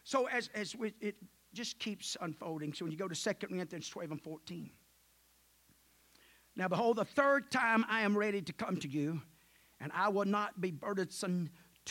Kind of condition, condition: setting, large echoing room